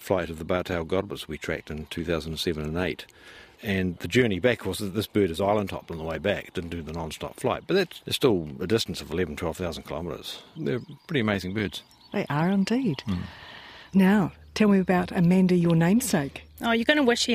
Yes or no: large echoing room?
no